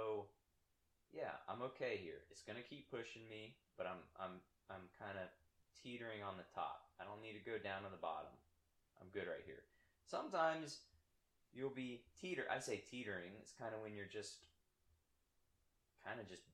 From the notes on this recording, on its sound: Sorry for the audio quality...